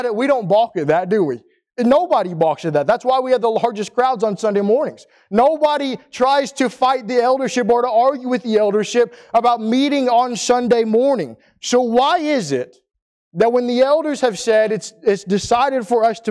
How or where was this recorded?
large echoing room